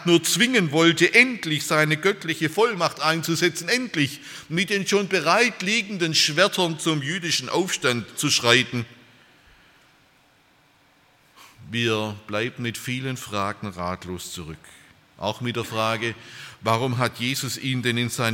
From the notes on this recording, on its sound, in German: Bei einer Veranstaltung der Liebenzeller Mission.